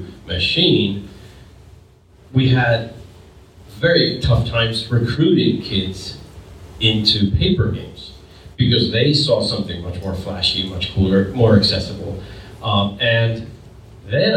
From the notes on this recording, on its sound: Howard Days 2022. The rest of this month will be dedicated to the audio we recorded while at this gathering! We present the inaugural panel from the event.